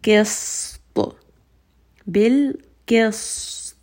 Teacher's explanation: Bilqist, seen has a sukun, ta has a sukun. Qaf is heavy, seen is light, ta is heavy. So make sure you say that heavy qaf, then say that light seen, and then say that heavy ta.